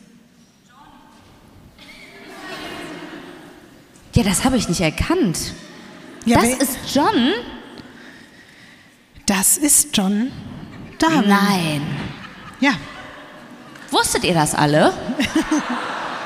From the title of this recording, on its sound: LIVE in Berlin